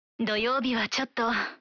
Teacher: Чотто означает дословно «немного», но растягивая окончание и ослабляя ударение так, что получается «чотто», вы даете понять, что сожалеете о том, что вам приходится сказать.